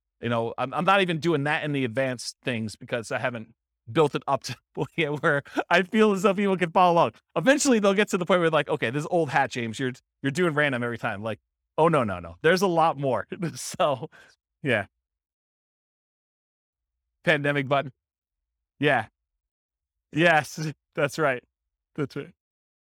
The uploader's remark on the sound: This was a live class recorded